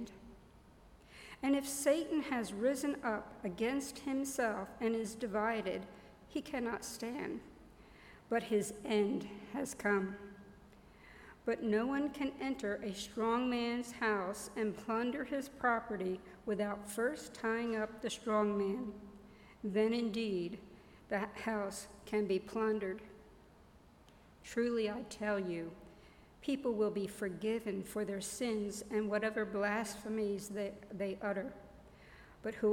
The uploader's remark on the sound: Audio from our 9:00 am Worship Service.